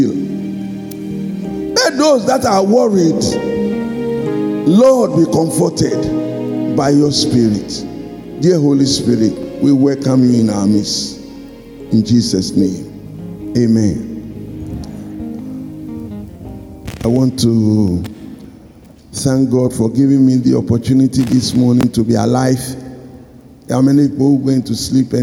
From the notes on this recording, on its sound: Sermon preached at CBC Shiashie Campus